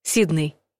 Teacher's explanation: Ударение в слове падает на первый слог.